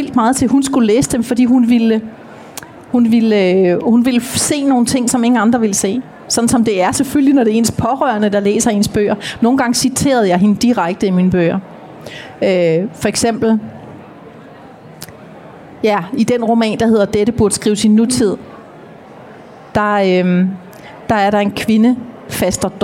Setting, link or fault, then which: setting, live audience